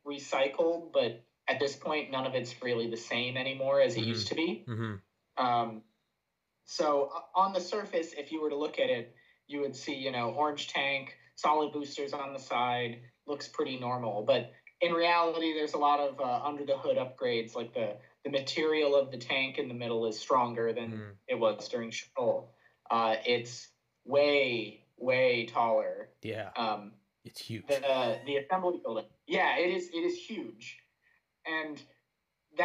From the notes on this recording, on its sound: This is the first video with the new microphone and new recording software (OBS Studios), and I'm still working out some kinks. Please excuse any glitches in the sound and/or video.